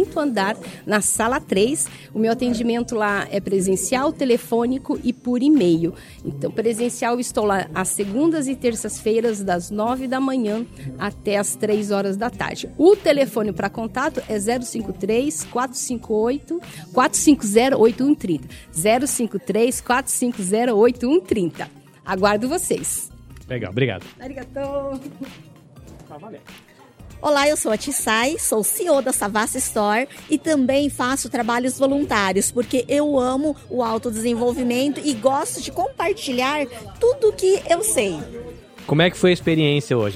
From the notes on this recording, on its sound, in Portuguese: Episódio gravado a vivo durante a realização do ExpoTALKS Japan 2023.